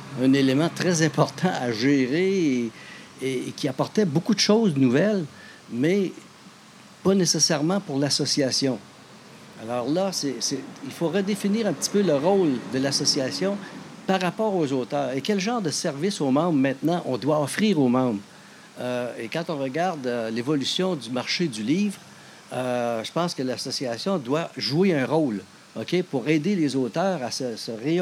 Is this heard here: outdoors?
yes